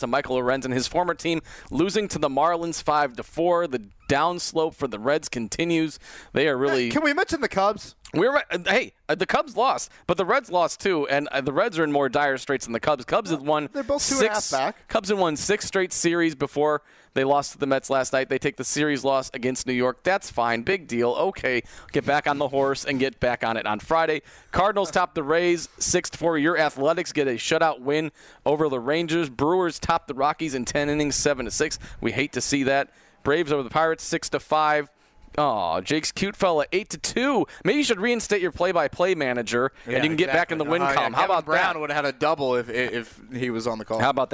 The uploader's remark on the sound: Live from Colts Training Camp